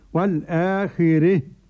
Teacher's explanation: ووقف الكسائي بالإمالة قولا واحدا